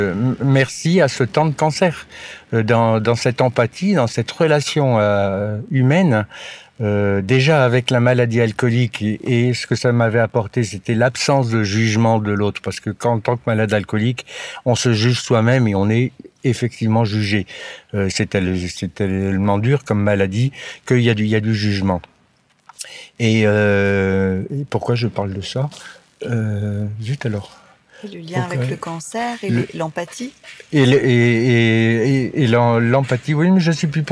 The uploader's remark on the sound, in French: L'épisode a été enregistré en extérieur, pardonnez-moi les petits bruits parasites.